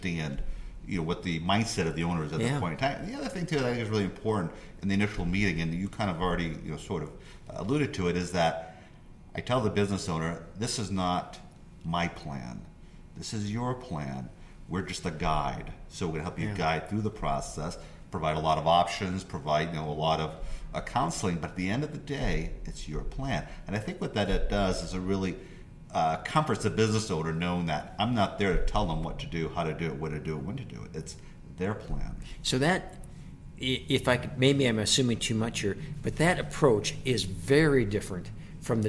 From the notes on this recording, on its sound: during BEI's 2019 National Conference